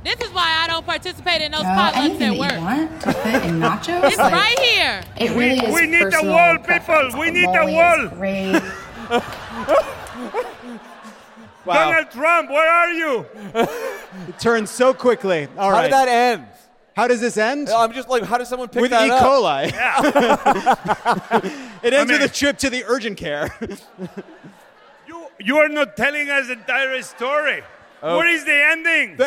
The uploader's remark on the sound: Live from DC! Live in Washington, DC!